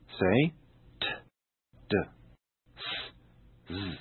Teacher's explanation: Did you notice that t, s have no vibration, whereas d, z, there is a vibration? 另外一个方法是，你可以把手放在你的喉咙那边哦。当你在发有声子音的时候，通常它会比较有震动。 · Term: voiced